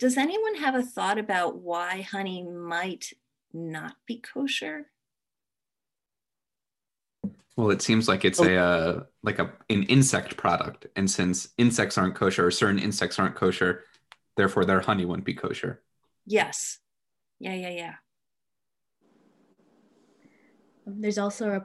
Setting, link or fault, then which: link, video call